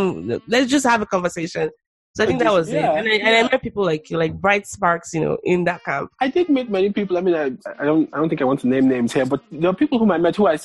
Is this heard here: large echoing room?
no